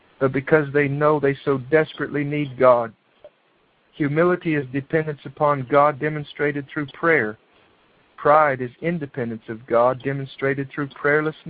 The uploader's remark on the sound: He reads this message on a prayer revival conference call.